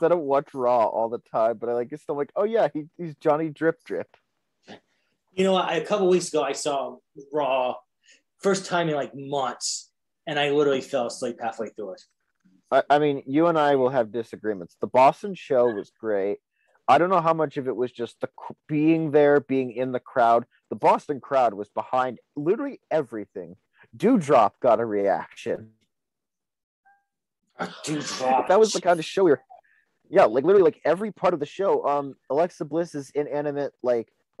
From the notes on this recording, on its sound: comes by the show via Zoom